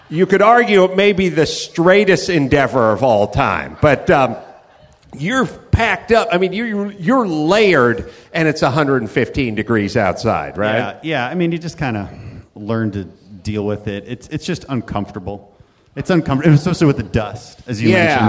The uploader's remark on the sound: Live from the Houston Improv